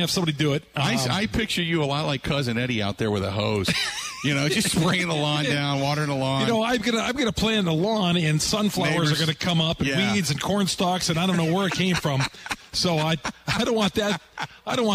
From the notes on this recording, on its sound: Live At Steny's.